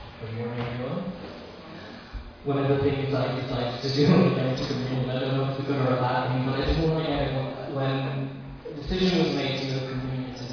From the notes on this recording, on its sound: Recorded live in Liberty Church on 1 August 2021